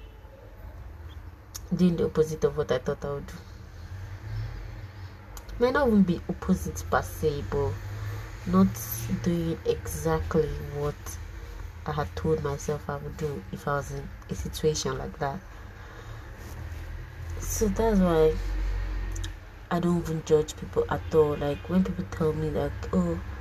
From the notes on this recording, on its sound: While recording this , I wasn't sure I was going to post it because it wasn't planned properly and then the background noise.